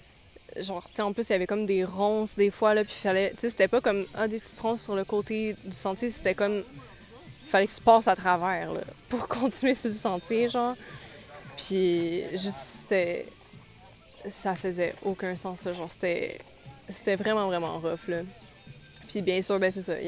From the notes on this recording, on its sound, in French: Nous sommes désolées pour les bruits de fonds, elle enregistre dans un parc